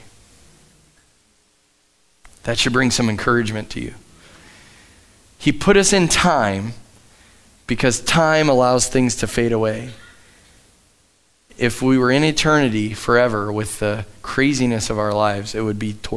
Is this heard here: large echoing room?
yes